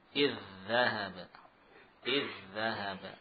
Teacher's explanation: Idgham al-mutamathilain. Misalkan dal sukun bertemu dal, maka kita membaca dal dua dal ini seperti satu dal yang musyaddadah. · Term: idgham mutamathilain